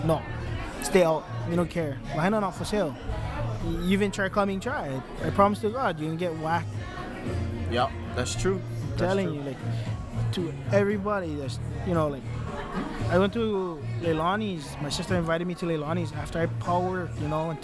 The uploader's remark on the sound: After a long sabbatical we bring you an interesting episode recorded at at Kava Bar (Haleakava), where are the Lahaina people come for relaxation, fun and fellowship. Please excuse the background noise and live band...